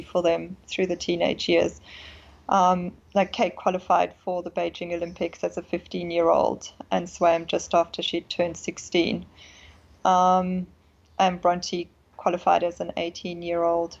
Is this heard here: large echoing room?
no